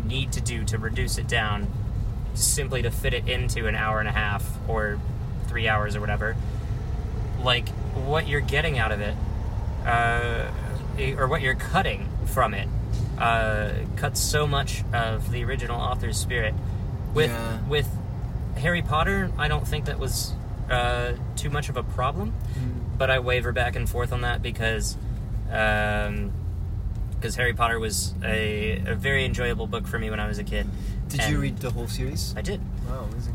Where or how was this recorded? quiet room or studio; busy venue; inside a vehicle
inside a vehicle